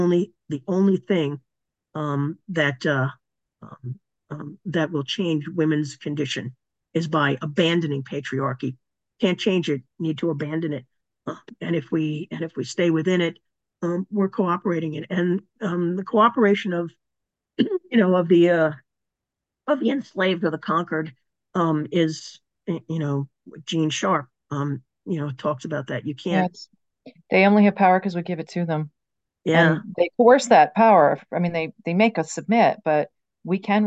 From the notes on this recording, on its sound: A live webinar